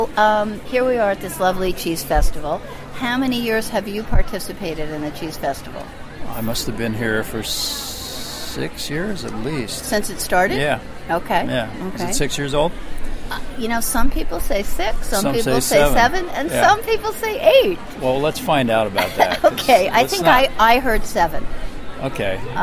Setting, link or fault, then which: setting, busy venue